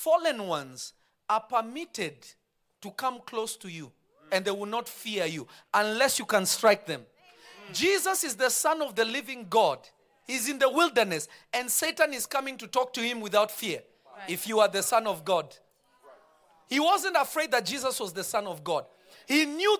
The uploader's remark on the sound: This episode was recorded live on Feb 09, 2023 at Revelation Church in Simi Valley.